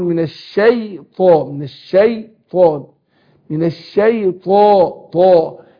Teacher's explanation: شوف الطاء هنا حرف استعلاء وحرف مطبق، واقوى حروف الهجاء هي حروف الاطباق اللي هي ايه اللي الصاد واخواتها، اقول الصاد والضاد والطاء والظاء.